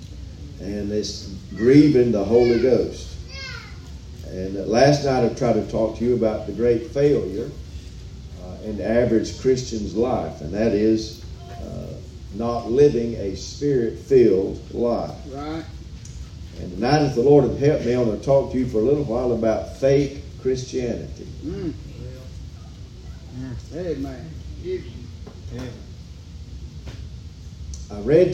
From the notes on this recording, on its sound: live from Still Water Baptist Church